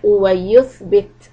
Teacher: letter tha, tip of the tongue out